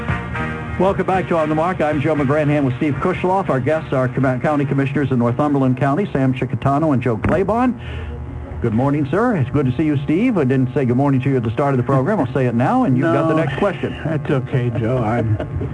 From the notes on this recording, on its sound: then open phones